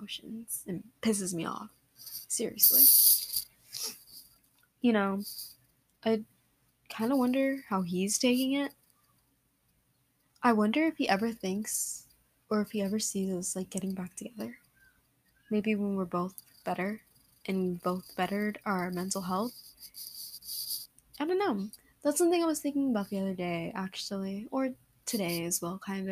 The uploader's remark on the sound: U can hear the mic moving AND NEAR THE END MY LAPTOP KEEPS GETTING NOTIFS.